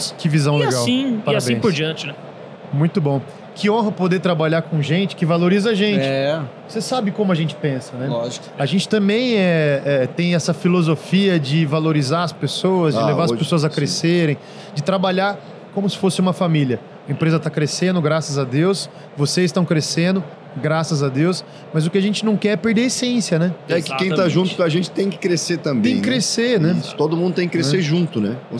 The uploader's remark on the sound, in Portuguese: Este é o último episódio gravado durante a Automec 2023 que vai ao ar.